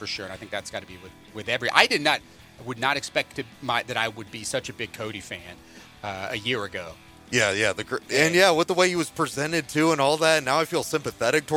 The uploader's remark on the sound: Live from GalaxyCon.